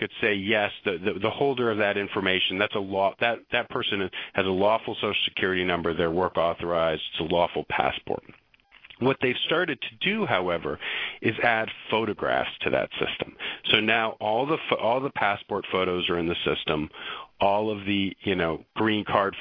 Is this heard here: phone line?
yes